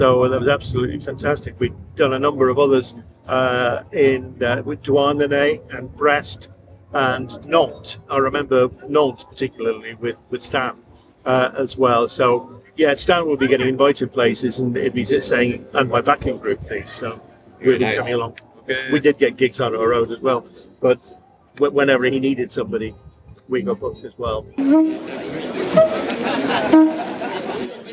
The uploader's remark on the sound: Aboard the Pilgrim at the world's largest sea music festival in Paimpol, Brittany for a chat and a sing in between sets.